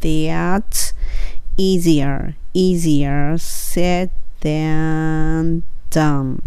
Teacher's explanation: この said then でつながる部分の said の D は少し弱めで落ちたらいいと思います